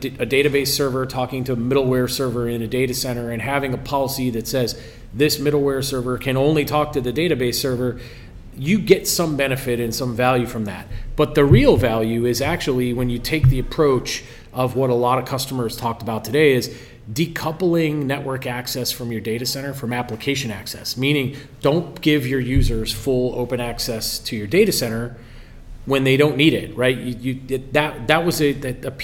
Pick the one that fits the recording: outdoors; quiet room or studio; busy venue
busy venue